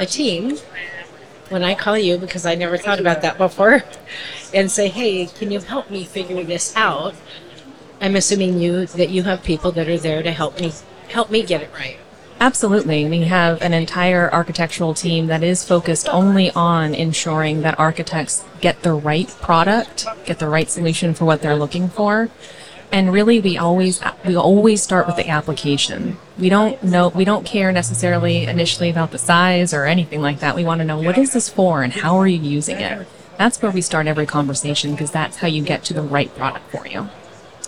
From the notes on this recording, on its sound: LIVE from A'23 with Clopay. A conversation from our live podcasting event at the 2023 AIA Conference on Architecture in San Francisco, California.